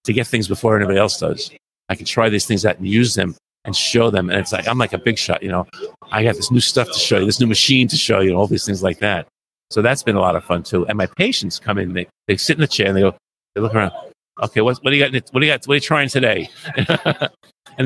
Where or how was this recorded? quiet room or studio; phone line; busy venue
busy venue